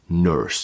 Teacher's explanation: The way I say it is nurse, because I have to curl that R, and that's difficult for me, and place the back further in the throat and less forward